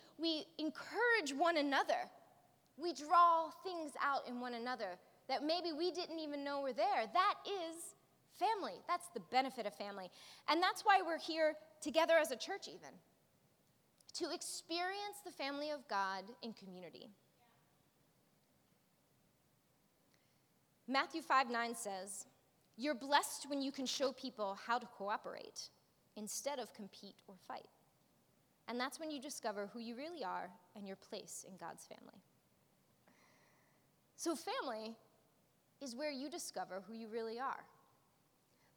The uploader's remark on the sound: preached this message at our Movement Community on Sunday, April 22nd.